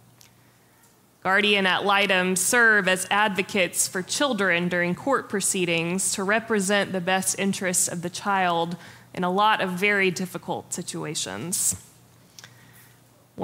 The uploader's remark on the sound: Preached on May 14, 2023 for our MorningSong Worship Service.